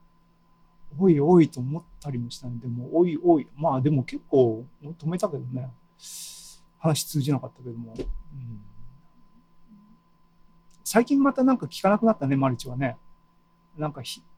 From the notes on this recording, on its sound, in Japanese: ZOOMライブの模様です。